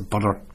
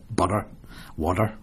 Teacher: Whereas in the north, it's a butter. It's a hard D.